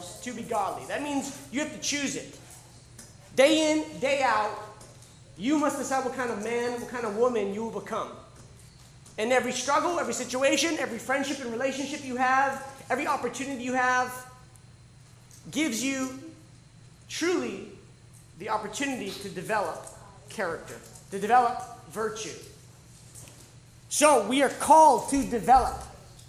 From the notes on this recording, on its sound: The Warrior (Live Sessions from Camp R.A.W.) This was originally recorded live at The School of Warrior Arts annual Camp R.A.W.